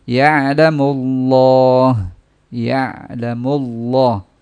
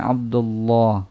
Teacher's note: ditebalkan lam pada nama Allah, yaitu apabila didahului fathah atau dhammah seperti Abdullah